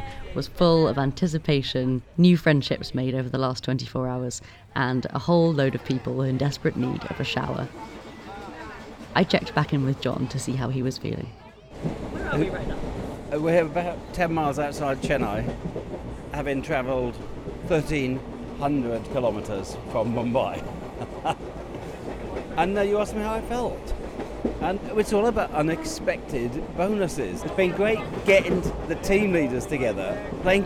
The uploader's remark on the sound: Journey 1300km to the Street Child Cricket World Cup, India 2023….by train. You'll hear the sounds of the train.